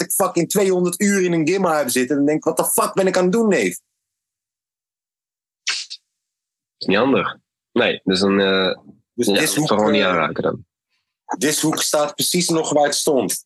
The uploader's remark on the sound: ZOOM CALL